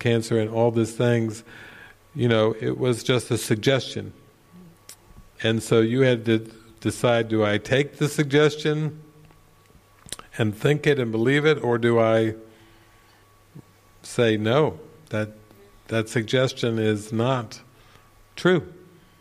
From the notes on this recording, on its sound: This session opens up with a beautiful song. A Q&A session with the retreat participants. This session was recorded during the Into the Kingdom retreat in the evening of October 11, 2019, at the Castle De Berckt in Holland.